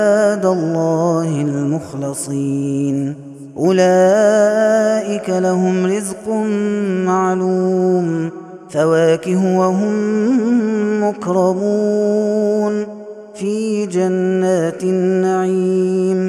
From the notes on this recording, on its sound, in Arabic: هذا التسجيل من صلاة التراويح. Ramadan 2021.